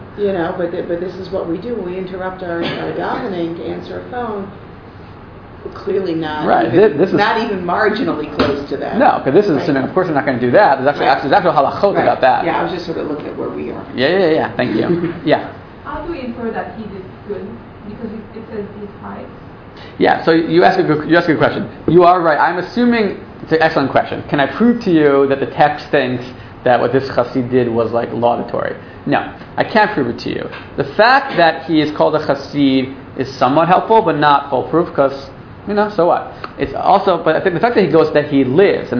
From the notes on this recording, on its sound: This audio was originally recorded on 11/29/2012 as part of Drisha's open night of learning for Hurricane Sandy Relief.